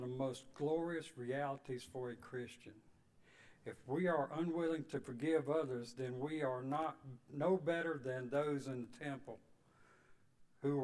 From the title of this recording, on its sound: Sunday evening service 11/6/22